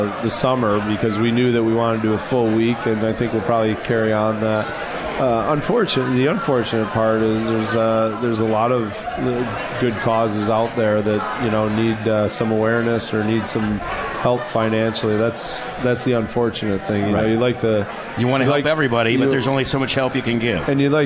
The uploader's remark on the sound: live from The 72 Tavern